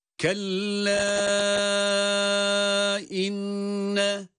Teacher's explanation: Burada meddi munfasıl var. Ayrı ayrı kelimeler. Medden sonra da hemze gelmiş ayrı kelimede.